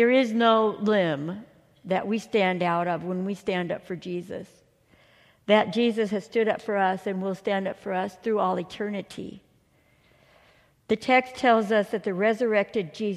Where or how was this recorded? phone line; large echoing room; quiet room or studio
large echoing room